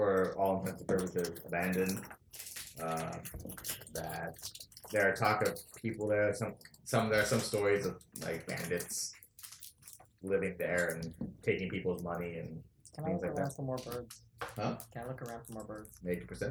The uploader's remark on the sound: First and foremost, this is a rough pilot. This is more of a proof of concept and there are several issues including audio issues, and small noises.